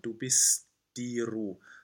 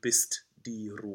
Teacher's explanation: this special connection between the T and the D, which we combine to one sound · Shown in: first take · We have a small break before a T sound.